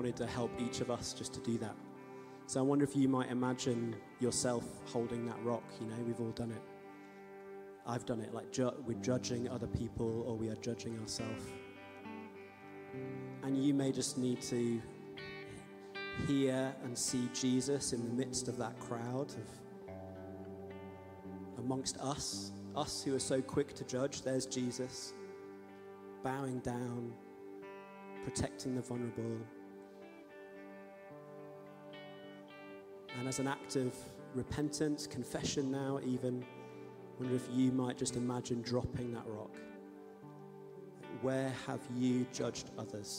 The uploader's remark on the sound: Streamed live at St Paul's Shadwell